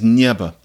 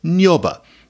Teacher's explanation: Now, the way that word had developed on its own was nyoba. If you had a y and then a following e, then it became o.